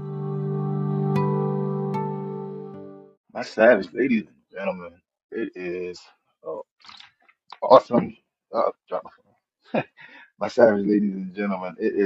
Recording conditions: poor sound quality